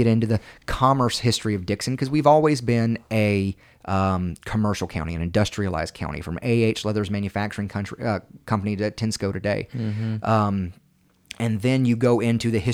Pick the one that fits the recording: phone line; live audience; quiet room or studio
quiet room or studio